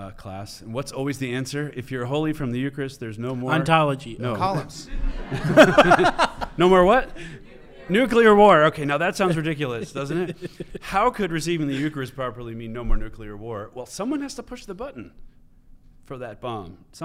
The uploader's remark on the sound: On his home turf at Benedictine College. This episode was filmed in front of a live studio audience by the fellows and production staff of Ex Corde.